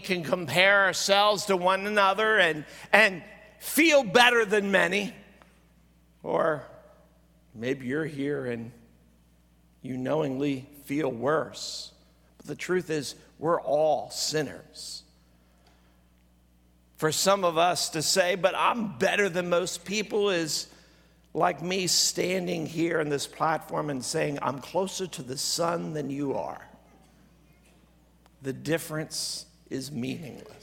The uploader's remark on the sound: at Greentree Church on December 24, 2023 during the Christmas Eve service